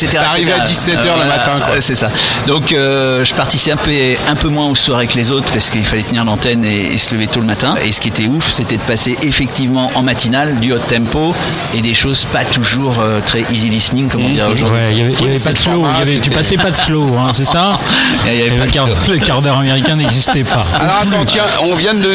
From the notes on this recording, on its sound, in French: Podcast En direct du Dock B à Pantin